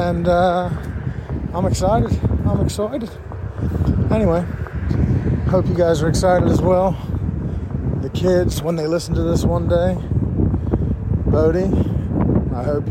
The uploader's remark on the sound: Riding the OneWheel while Recording. 100% Recorded from an iPhone on a OneWheel.